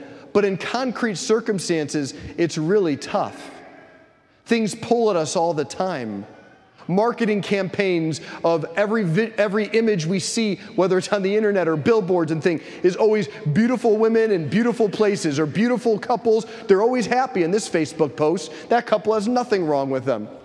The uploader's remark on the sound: preached this homily on August 20, 2023 at St Basil the Great Catholic Church in Brecksville, OH.